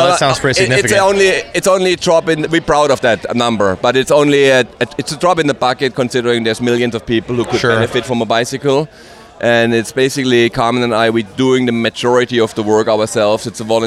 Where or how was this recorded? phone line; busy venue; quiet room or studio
busy venue